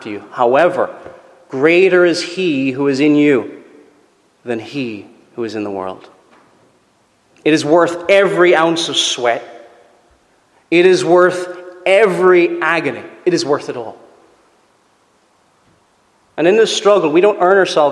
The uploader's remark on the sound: Preached at Rathfriland Reformed Presbyterian Church